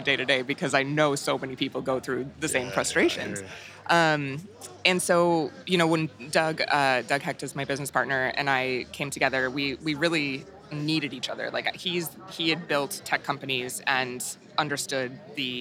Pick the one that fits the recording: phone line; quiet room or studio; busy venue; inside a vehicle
busy venue